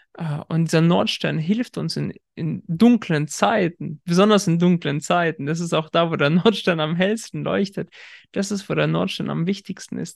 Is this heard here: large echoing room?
no